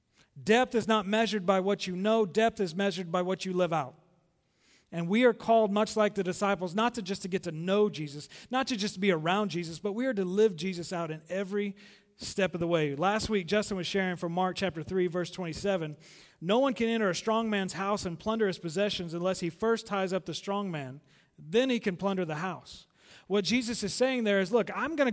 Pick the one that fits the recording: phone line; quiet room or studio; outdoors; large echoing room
large echoing room